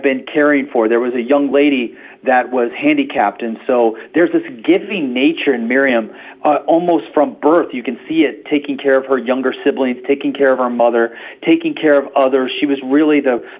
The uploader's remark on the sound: Modern technology allowed us to connect on the phone for the interview, even though he was on a cell phone, thousands of miles away on the border of Turkey. Both his message and the phone signal were powerful, delivering a crystal-clear voice from the workings of God.